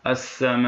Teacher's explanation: لماذا؟ لأنه جاء بعد حرف المد وهو الألف الساكنة، جاء بعدها همزة · Term: مد فرعي